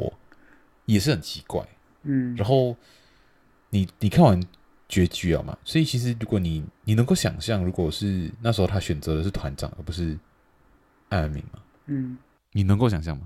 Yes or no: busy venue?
no